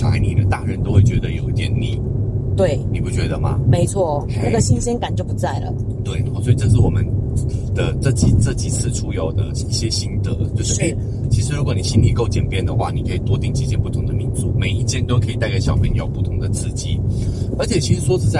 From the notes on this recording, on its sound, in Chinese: 音質預警。本集在車上錄音、底躁較為明顯。